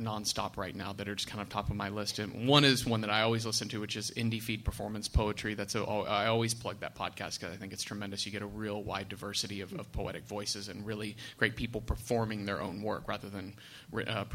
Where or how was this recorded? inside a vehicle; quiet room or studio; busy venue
busy venue